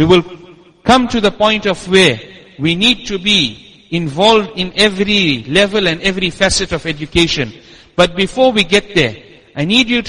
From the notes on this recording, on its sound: Jumuah lecture at Masjid us Siddique